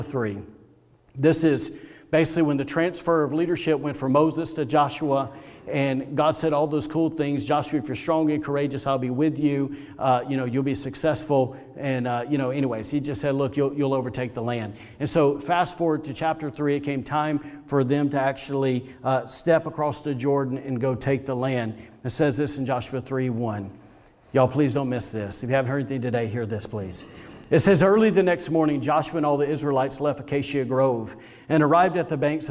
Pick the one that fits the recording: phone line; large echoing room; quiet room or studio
large echoing room